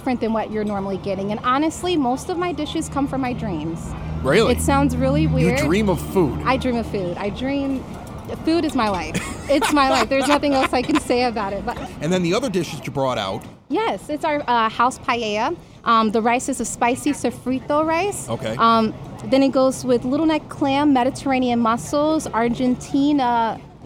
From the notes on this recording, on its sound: From the outdoor patio bar at Unidad Restaurant